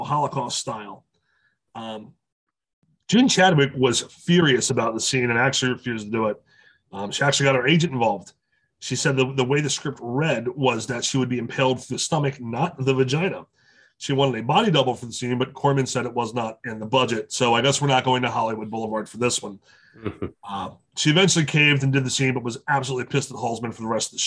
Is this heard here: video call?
yes